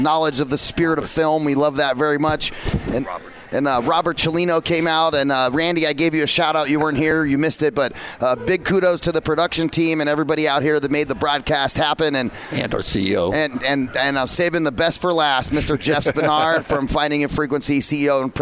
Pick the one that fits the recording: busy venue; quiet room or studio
busy venue